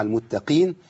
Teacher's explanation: يعني ما خليش القاف القاف المكسوره كاف مكسوره